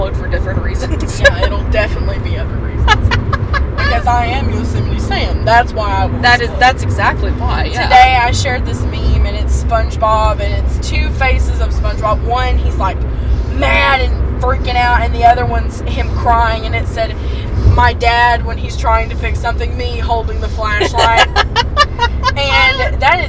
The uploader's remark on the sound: take the show on the road and give you a audio tour of some of our favorite places